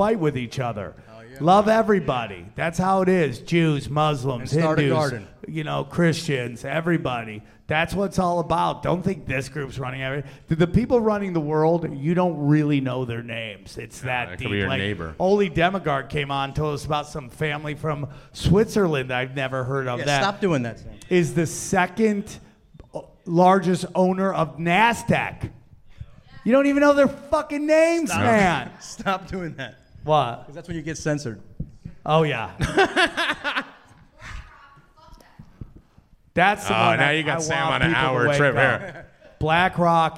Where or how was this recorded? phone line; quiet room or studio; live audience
live audience